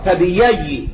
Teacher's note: بإبدال الهمزة ياء خالصة لأنها اقترنت بالفاء